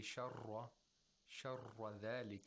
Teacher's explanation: Sharra, the ra has tashdeed, and fatha has to be pronounced with tafkhim and without takreer.